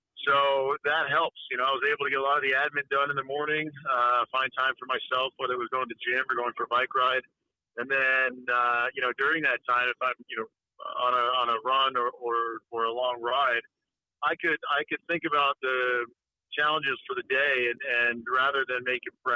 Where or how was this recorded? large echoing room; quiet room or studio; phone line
phone line